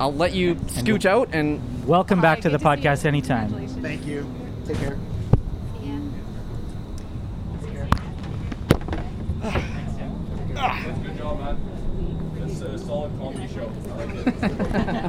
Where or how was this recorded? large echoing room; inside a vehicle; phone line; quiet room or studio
inside a vehicle